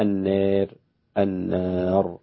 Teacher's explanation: النار أمالها الدوري عن الكسائي وأبو عمرو وقللها ورش · Term: الإمالة